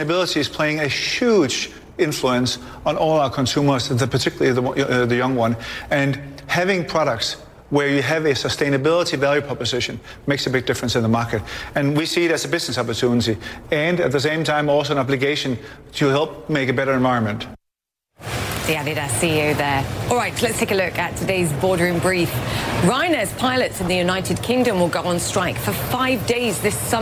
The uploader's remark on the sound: live from the New York Stock Exchange